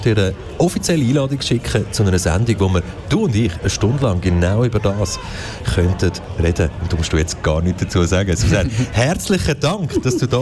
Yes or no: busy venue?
yes